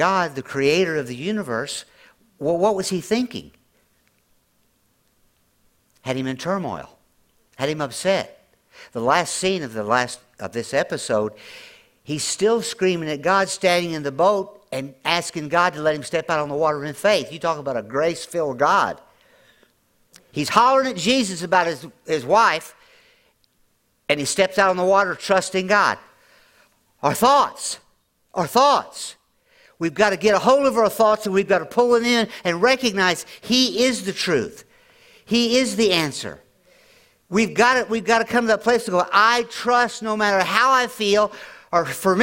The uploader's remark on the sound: At Grace Church in Chester Illinois.